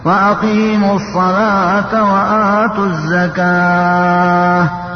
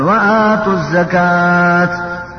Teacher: تكن تكتب بها. إذا كان تاء أنثى كتبت بالهاء يعني مربوطة، الوقف يكون بالهاء وتسمى هاء لا تسمى تاء · Shown in: first take